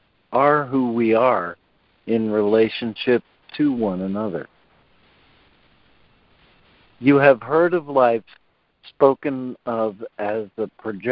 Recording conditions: phone line